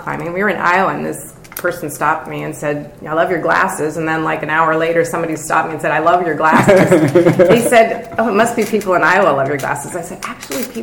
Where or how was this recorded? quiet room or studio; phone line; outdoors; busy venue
busy venue